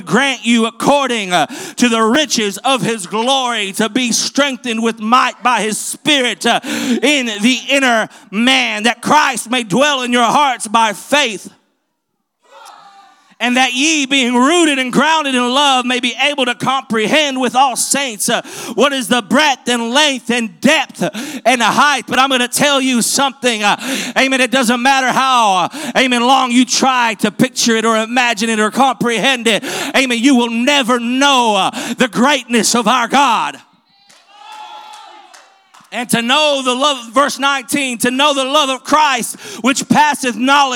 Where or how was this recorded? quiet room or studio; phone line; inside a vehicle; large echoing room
large echoing room